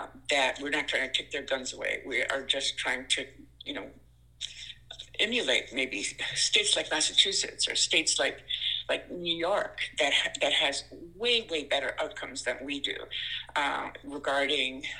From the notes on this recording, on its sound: Spoke by phone from her home in Lewiston.